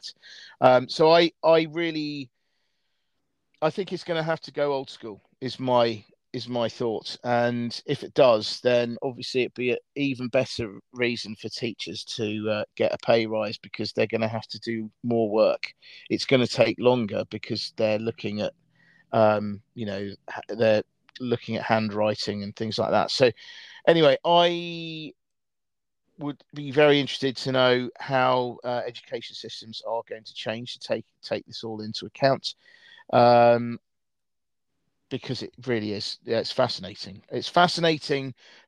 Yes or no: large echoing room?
no